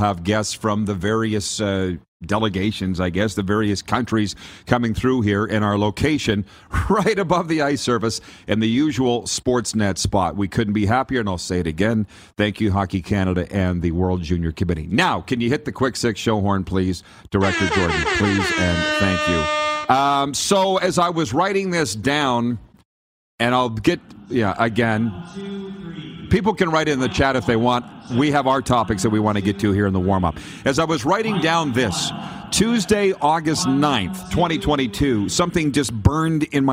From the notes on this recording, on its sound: LIVE From Rogers Place in Edmonton. We are LIVE from inside Rogers Place in Edmonton, Alberta... Site of the 2022 World Junior (2.0) championships!